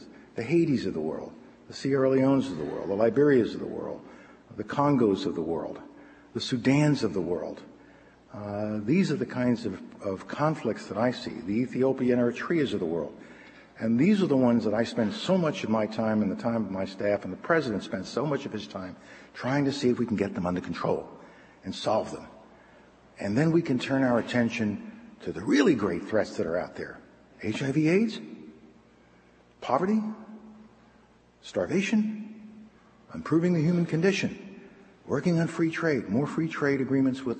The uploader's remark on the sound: Opening Address at the George F. Kennan Centennial Conference